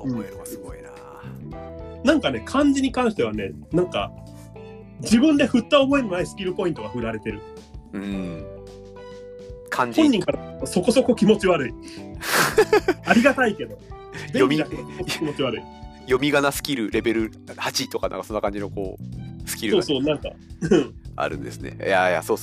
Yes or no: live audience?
no